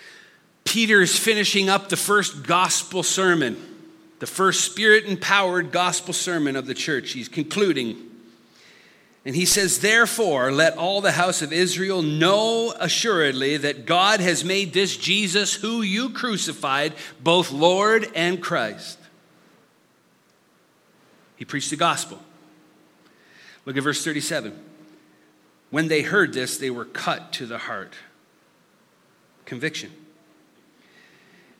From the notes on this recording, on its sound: Listen to this live recoding of our Summer series.